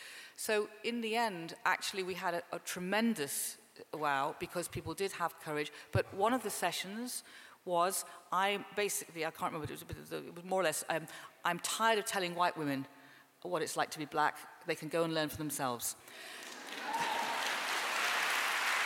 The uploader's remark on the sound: This is an interview from WOW - Women Of The World Festival, 2017, at London's Southbank Centre.